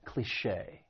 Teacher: it has two syllables. The stress is on that second syllable, and that C-H-E with the accent mark sounds like che, cliché.